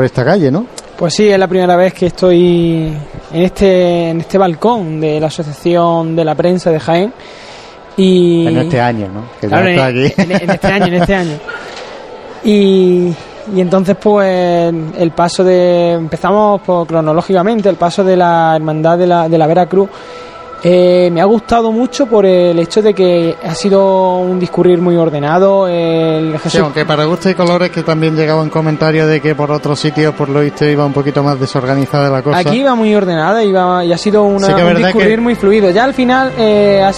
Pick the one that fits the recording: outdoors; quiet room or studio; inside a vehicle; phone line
outdoors